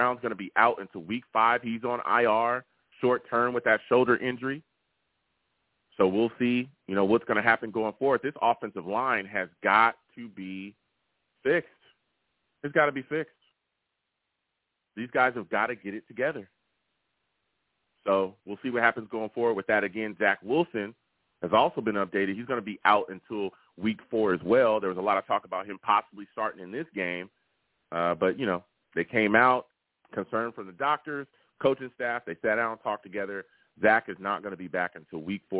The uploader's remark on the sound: The callers went crazy on this show and the takes were flying! I take live callers!